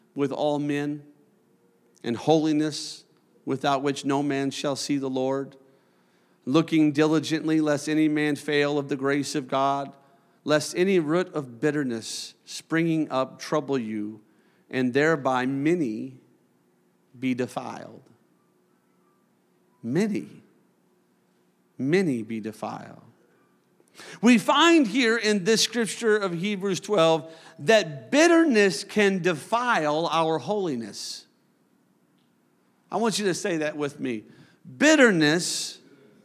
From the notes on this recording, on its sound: a service recording from Connect Point UPC